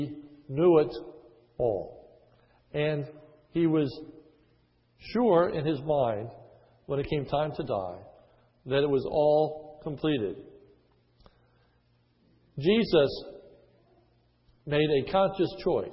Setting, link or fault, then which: setting, large echoing room